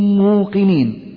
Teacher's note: ميم ساكنة ومؤمنين ميم متحركة، أدخلنا الأولى في الثانية فصارت ميما مشددة